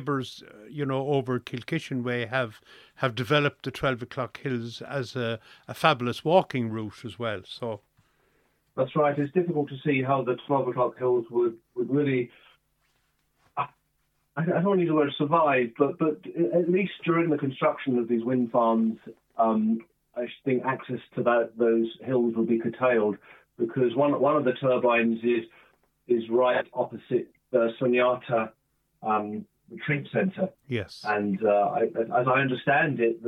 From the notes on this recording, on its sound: joined on the phone by Broadford correspondent